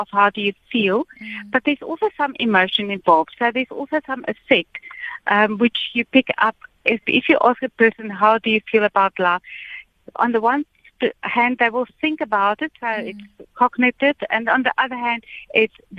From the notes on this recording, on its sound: We are joined on the line.